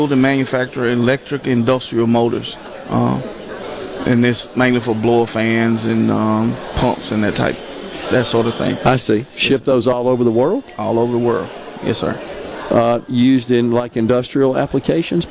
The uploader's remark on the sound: LIVE from The Communiversity in Columbus working with the Governor's Job Fair network for the Lowndes County Job Fair.